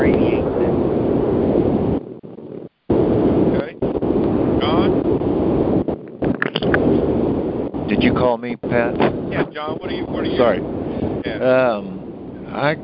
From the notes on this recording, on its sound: Monthly Cotton Conference Call.